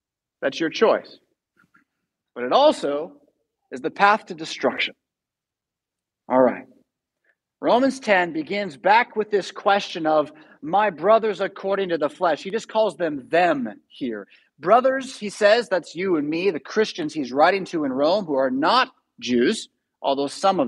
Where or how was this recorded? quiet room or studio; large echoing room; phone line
large echoing room